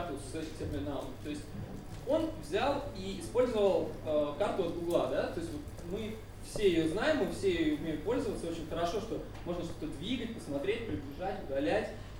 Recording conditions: large echoing room